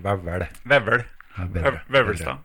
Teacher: du må ha mer retroflex på den eh, L-en til slutt der